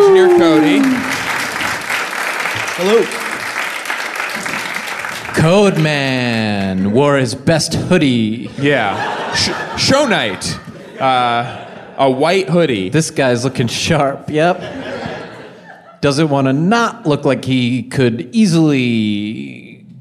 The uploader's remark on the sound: appear in front of a live audience